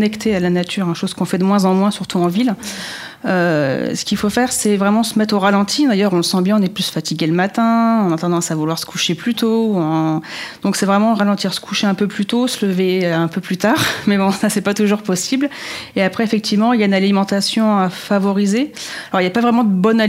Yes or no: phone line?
no